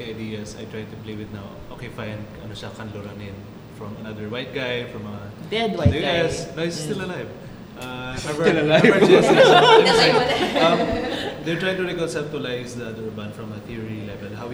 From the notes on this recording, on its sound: What do you get when you let loose a bunch of urban planners and development professionals with mics and alcohol at the Nipa Brew Taproom?